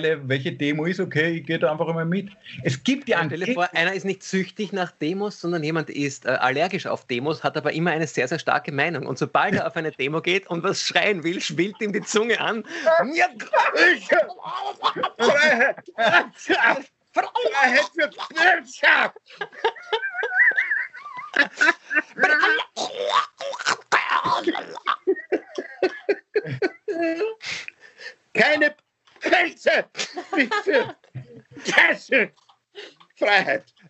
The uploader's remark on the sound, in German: Aufzeichnung einer ZOOM Session vom Montag, 8.